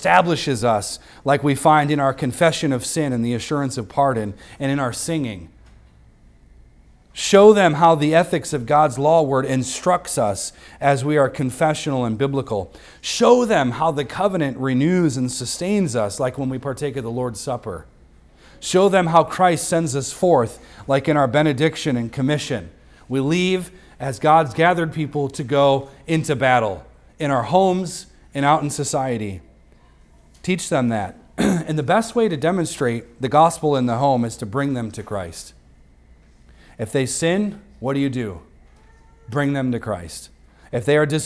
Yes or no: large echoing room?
yes